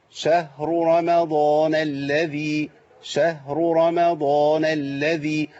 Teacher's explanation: يعني عندي رأيين مفخمين ورا بعض، راء مضموم وراء مفتوح. وبعد كده عندي ميم مرققة وضاد مفخمة